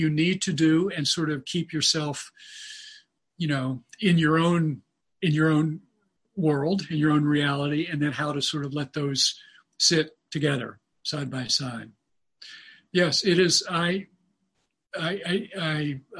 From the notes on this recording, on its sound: In a forum held by the MRO’s Diamond Net initiative. With 98 people joining from their personal quarantines over Zoom. The full 90 minute recording of the Zoom session.